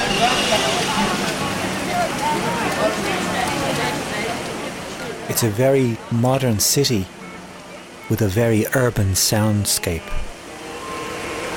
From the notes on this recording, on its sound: Hidden Sounds of Temple Bar. Takes his microphones into Dublin City Centre and the Temple Bar area. (A short Irish documentary commissioned by Made In Temple Bar Festival).